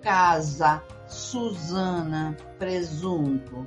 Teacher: Cuando la S está entre dos vocales va a tener el famoso zumbido de la abeja